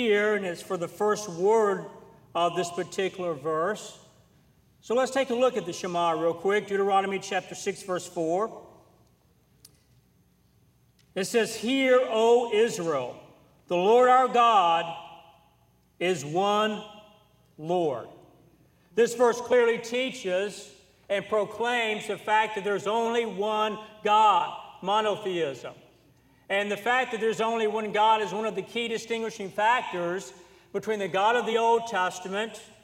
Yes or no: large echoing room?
yes